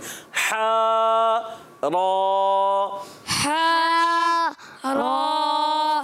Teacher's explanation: را میں ہونٹ گول نہیں کریں، رو ہونٹ گول نہیں کریں گے.